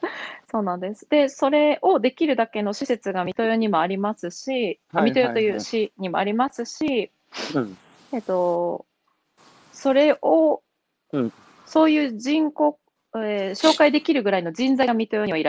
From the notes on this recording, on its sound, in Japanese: 歩きながら1時間、対談する